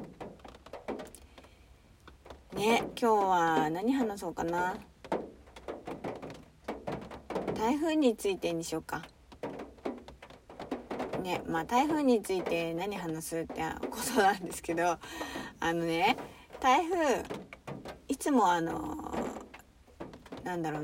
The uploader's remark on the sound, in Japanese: From Radiotalk。雨音が心地いい。車の中スタジオ。